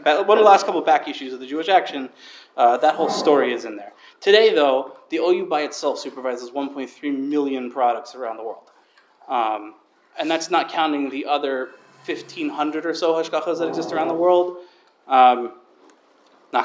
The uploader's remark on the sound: This shiur was delivered to the Sephardic Torah Center of the Main Line in Lower Merion, PA